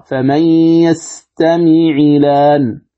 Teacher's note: تكسر العين التقاء الساكنين ثم تنقل حركة الهمز إلى اللام فتصير اللام مفتوحة.